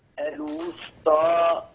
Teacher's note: رقق السين الوسطى، لا تجعلها صادا